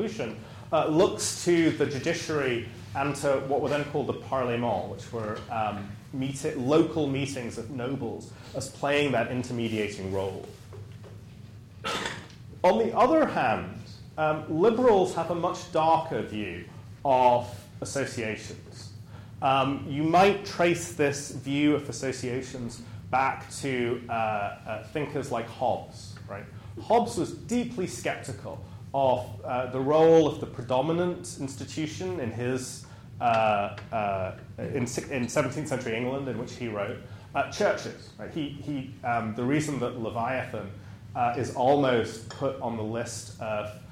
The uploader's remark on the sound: Recorded on May 5, 2015, as part of the Chicago’s Best Ideas lecture series.